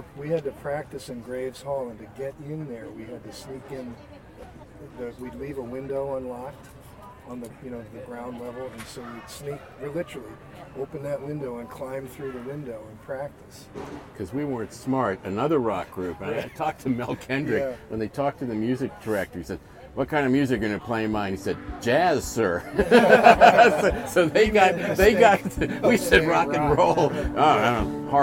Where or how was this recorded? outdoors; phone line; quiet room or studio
outdoors